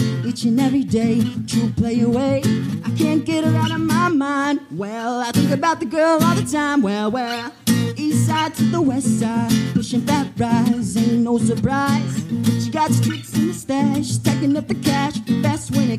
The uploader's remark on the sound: This episode was recorded at the Cherry Beans open mic event. Part of the Oldtown Salinas Artwalk. The 3 hour show was condensed down to under 2 hours of acoustic R&B, poetry, electric pop, and some sort of duck shaped kazoo thing.